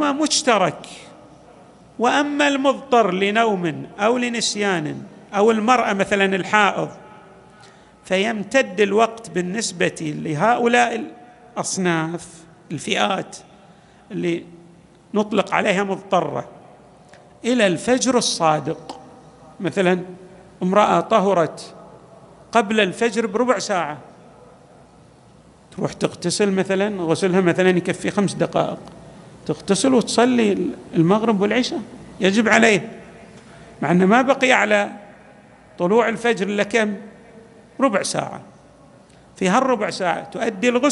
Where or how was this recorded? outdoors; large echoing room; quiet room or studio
large echoing room